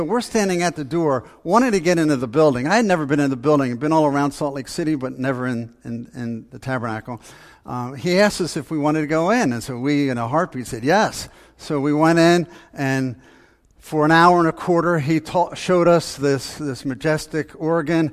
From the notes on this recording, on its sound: Faith Baptist Church in Hamilton, NJ.